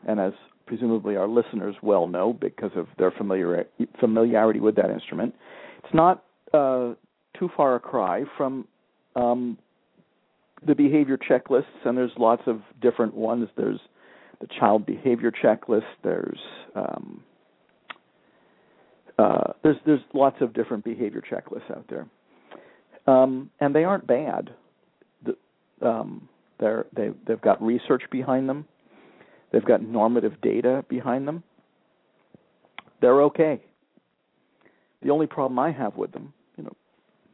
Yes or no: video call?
no